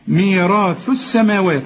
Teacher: الثاء هنا مرققة وطلع فيها لسانك